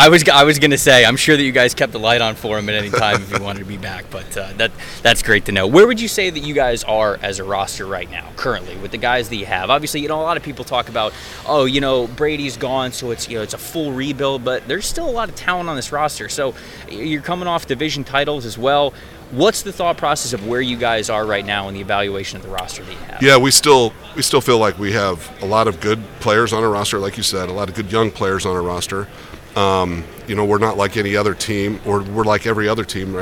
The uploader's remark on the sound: live from the 2023 NFL Combine